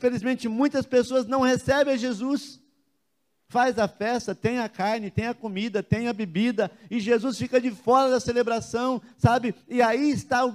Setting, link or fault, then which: setting, large echoing room